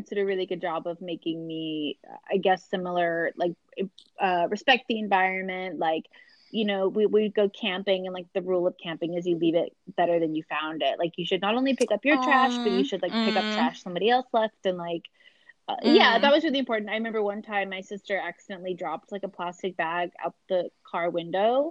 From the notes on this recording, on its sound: While we're sweating in separate countries. Over the phone (through Anchor.fm).